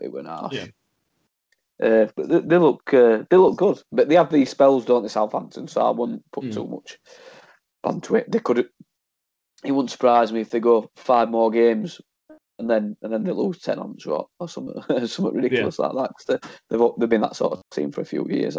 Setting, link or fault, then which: link, video call